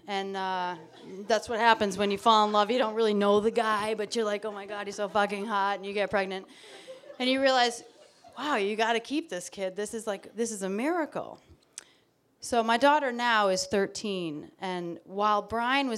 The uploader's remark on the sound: This track was recorded in front of a live audience in Provincetown, Massachusetts on June 4th, 2017. As a benefit for the annual Swim for Life.